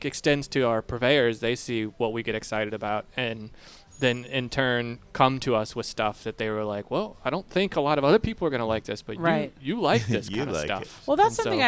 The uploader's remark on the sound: Live (on tape (well, on digits)) from Ada's Food and Wine